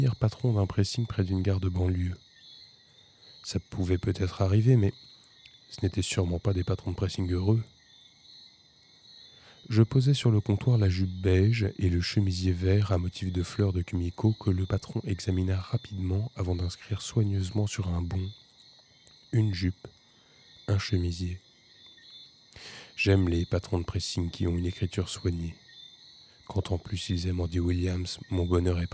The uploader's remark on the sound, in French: Enregistrement nocturne en extérieur...